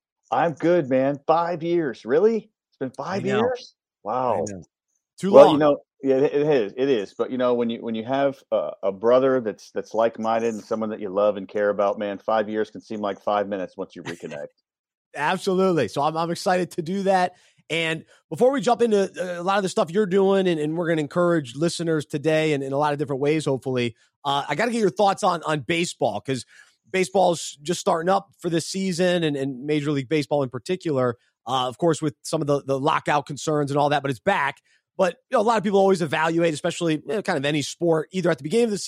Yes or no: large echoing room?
no